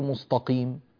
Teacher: في قوله تعالى إلى صراط مستقيم نرقق التاء، لا نقول مستقيم، هذا ليس صحيحا. مستقيم نفخم السين نجعلها صادا، التاء نجعلها طاء، هذا غير صحيح